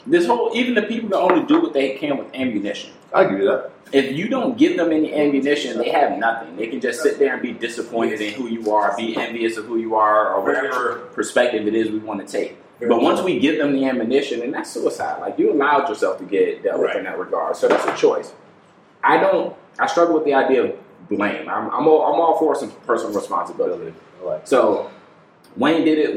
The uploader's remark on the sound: This Episode is the first of a 4 part episode that we recorded at Family Brunch.